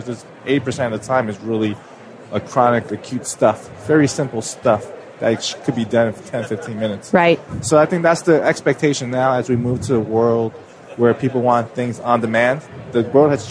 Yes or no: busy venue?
yes